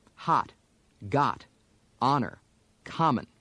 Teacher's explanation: The short O has many different pronunciations in America. Some standard American speakers do short O as if it were ah